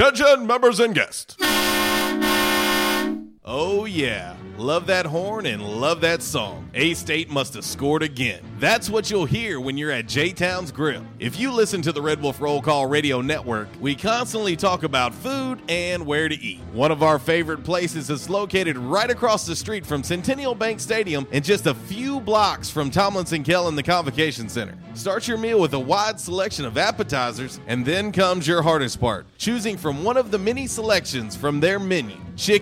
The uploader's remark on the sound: LIVE from 1812 Pizza Company on Hilltop!